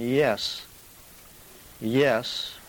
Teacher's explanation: made when the part of the tongue just behind the tip is raised against or near the hard palate · Term: palatals